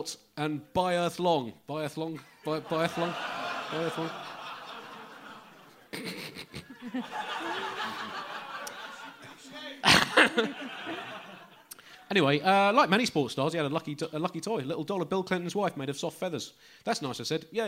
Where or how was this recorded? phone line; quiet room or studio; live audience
live audience